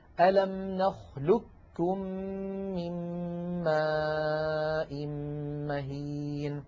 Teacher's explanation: في هذه الكلمة قاف ساكنة بعدها كاف. فكل الطرق عن حفص تقلب هذه القاف كافا طبعا ساكنة، وتدغم الكاف في الكاف فيصير النطق بكاف مشددة · Term: إدغام القاف في الكاف